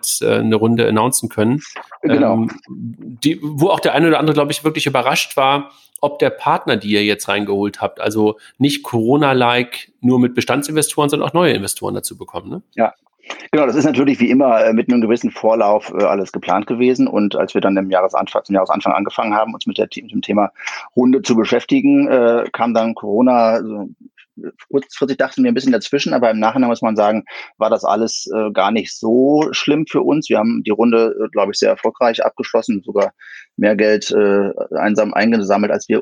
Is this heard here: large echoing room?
no